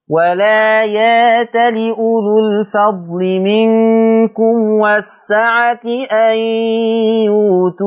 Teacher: ورش يقرأ بإشباع المد 6 حركات